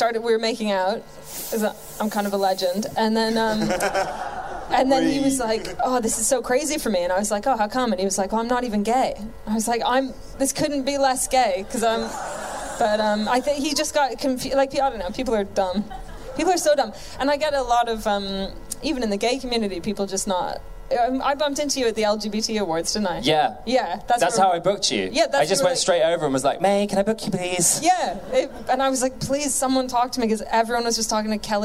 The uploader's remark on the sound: Live from our big London show at The Underbelly in June 2019